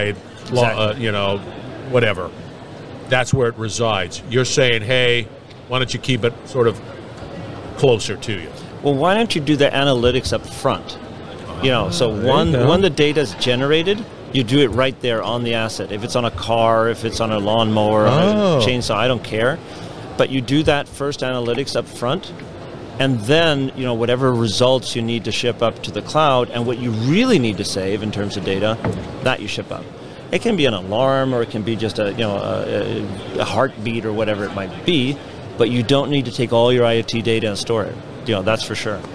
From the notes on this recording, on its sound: at the IoT Solutions World Congress